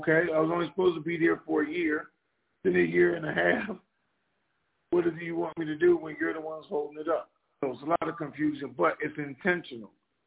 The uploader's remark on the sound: TNTSuperfantastic Conference Call